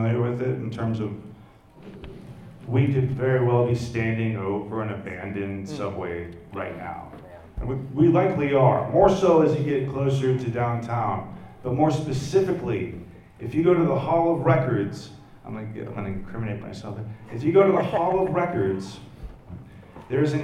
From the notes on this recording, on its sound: Live From L.A. Comic Con. Here’s the audio from last December’s Los Angeles Comic Con panel.